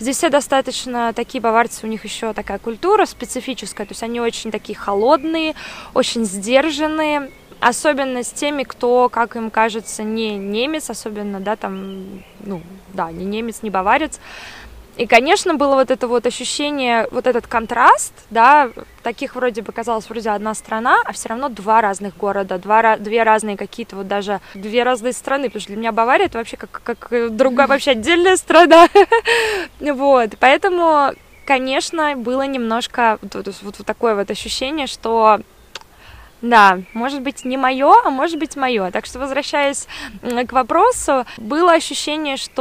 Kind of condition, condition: setting, outdoors